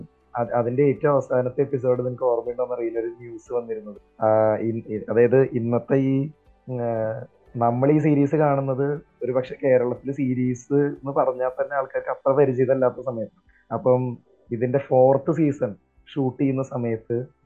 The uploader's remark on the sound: In this podcast, people from different parts of the world discuss over the phone (So, some episodes might start without an introduction).